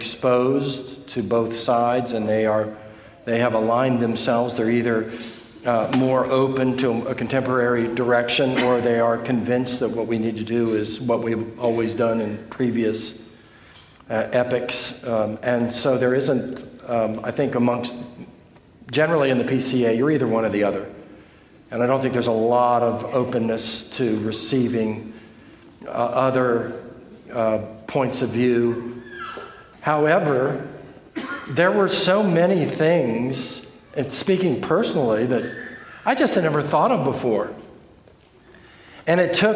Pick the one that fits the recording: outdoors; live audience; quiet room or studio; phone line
live audience